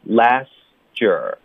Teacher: 因为 t 连到 y，经常就会变成一个 ch 的音或者一个 g 的音 · Term: 变音技巧